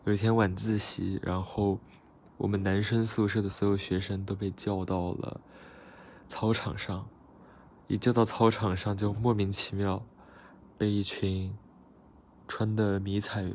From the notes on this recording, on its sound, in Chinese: 真的是随手点开的录音机，声音很奇怪